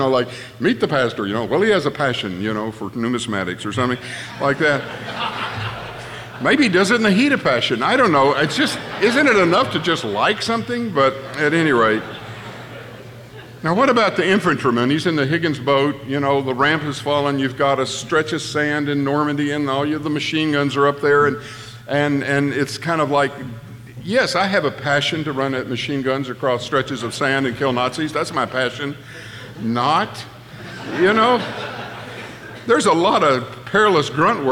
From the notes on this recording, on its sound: At the Founders "Be It Resolved" conference in Nashville, Tennessee before the 2021 Southern Baptist Convention.